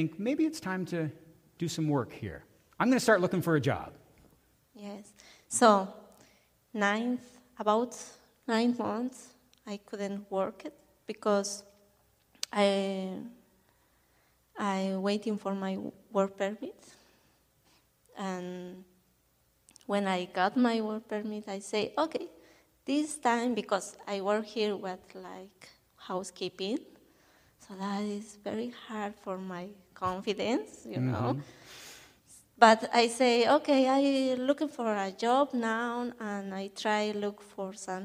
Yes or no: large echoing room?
yes